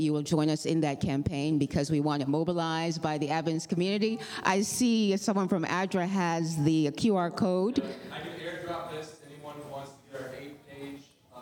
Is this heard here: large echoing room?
yes